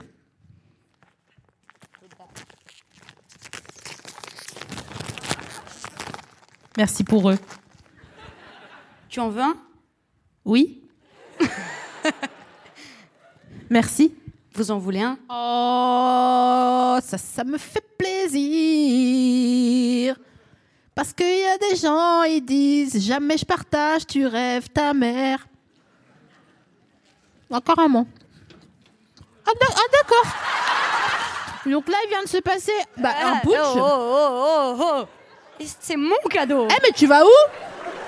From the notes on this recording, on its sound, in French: Devant un public sévère, mais juste, sans aucun dentiste. Produit par Binge Audio, enregistré en février 2021 à la Scala Paris.